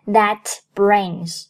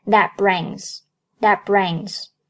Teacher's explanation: 当 that 和辅音开头的 brains 连在一起，that 爆破音 t 失去爆破 · Shown in: second take